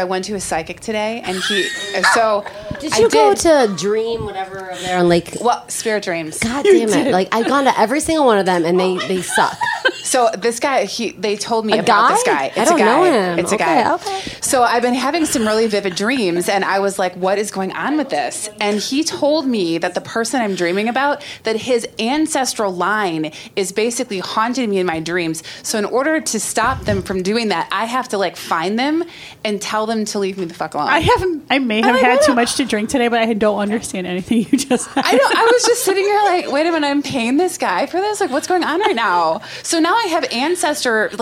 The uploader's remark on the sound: Host their first show before a live audience. Brave audience members get time with the microphone to share their stories.